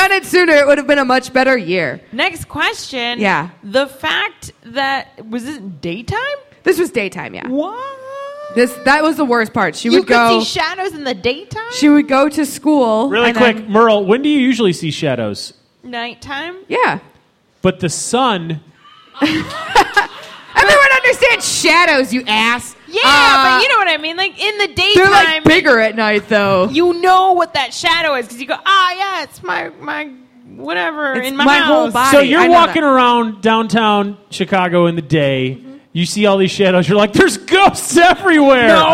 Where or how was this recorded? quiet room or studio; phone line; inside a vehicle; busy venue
busy venue